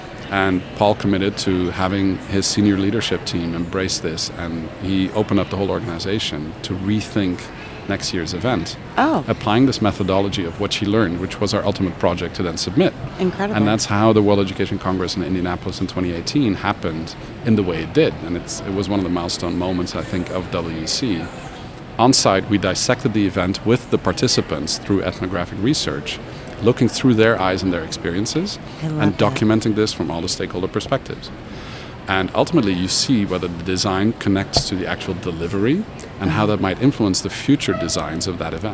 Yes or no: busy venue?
yes